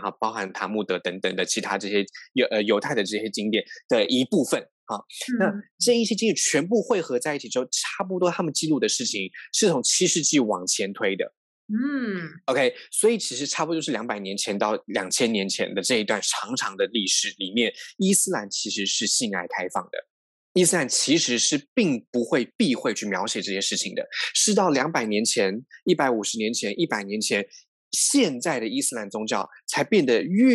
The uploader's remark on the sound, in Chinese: 本集節目使用 Zoom 遠距錄音，固有音質不佳、斷訊之情況敬請見諒。